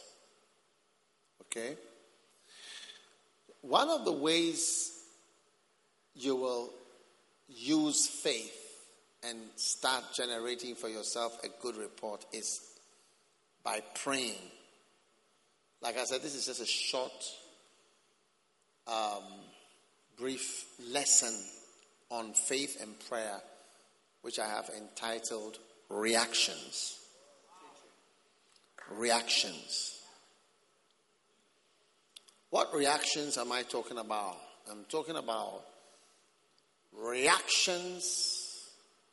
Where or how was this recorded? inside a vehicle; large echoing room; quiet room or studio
large echoing room